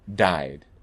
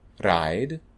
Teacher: a subtle distinction between a plosive and a tap, but it's a noticeable distinction